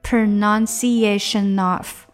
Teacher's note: n 和 of 稍微连了一下